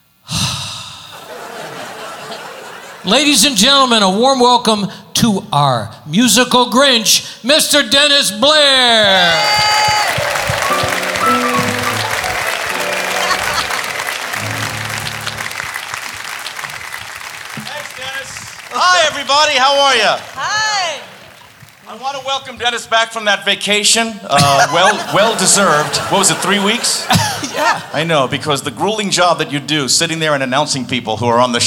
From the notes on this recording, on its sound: Live at the South Point Casino